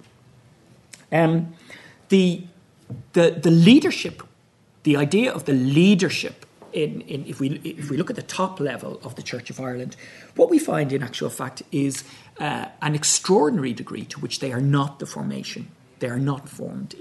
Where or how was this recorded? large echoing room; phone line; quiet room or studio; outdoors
large echoing room